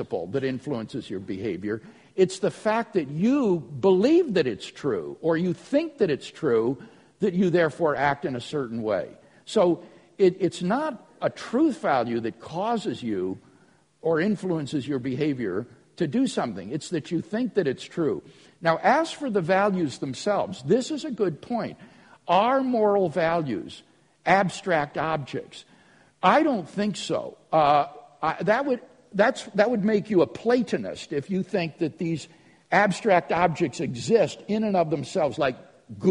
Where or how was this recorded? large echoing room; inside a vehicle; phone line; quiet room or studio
large echoing room